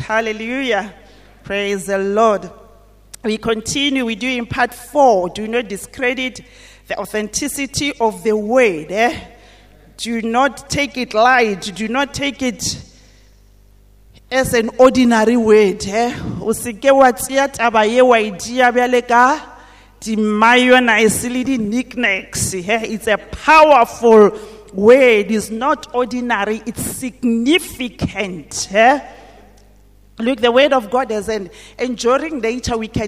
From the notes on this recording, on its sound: at GTCFC City Campus at the morning service